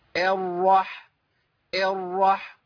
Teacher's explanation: خلى الهمزه بدل ما هي مفتوحه بقت بين الفتح والكسر. احسنت، بقت بين الاثنين، بقت مماله الحركه. · Term: اماله للحركه